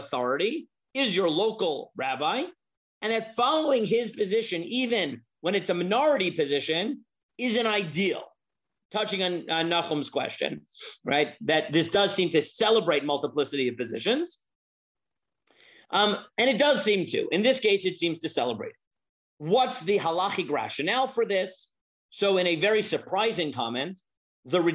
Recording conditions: video call